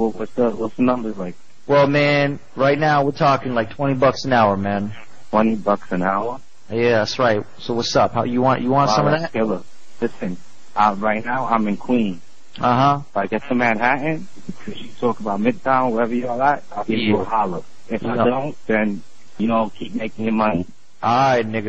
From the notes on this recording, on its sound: Prank Phone Calls